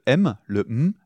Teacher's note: le M, qui est une nasale, et qu'on peut aussi contenir avant de libérer un son